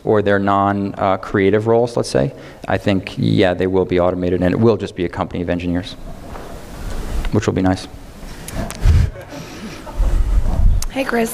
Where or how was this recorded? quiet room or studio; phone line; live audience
live audience